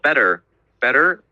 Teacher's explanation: that TT will be a flap T